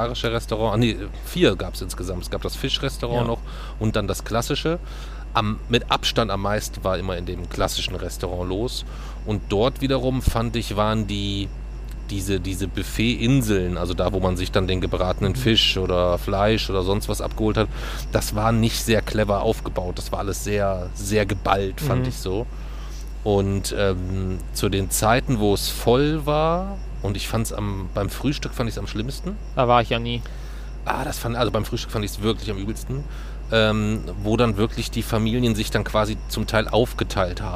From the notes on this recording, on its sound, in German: Mit dem Zug in Bulgarien. Nach dem Urlaub, nachts auf dem Bahnhof in Varna aufgenommen.